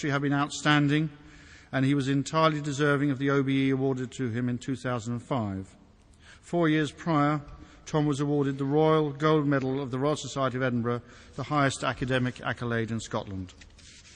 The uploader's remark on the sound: Recorded on 7 October 2006 at the University of Edinburgh's McEwan Hall.